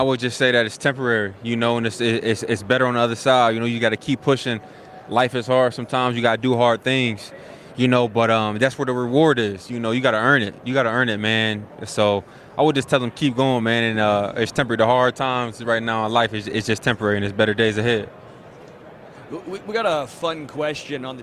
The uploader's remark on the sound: Live from Super Bowl LVII